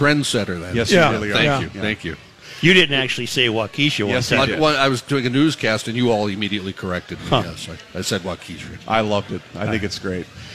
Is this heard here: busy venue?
yes